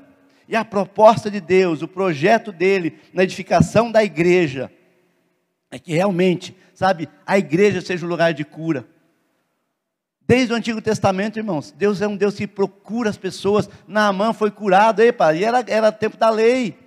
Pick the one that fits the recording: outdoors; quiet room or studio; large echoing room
large echoing room